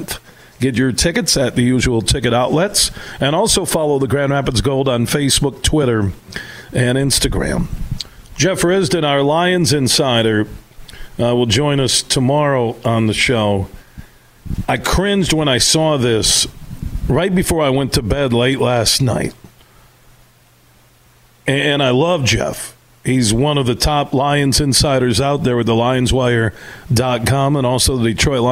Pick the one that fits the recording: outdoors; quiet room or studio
outdoors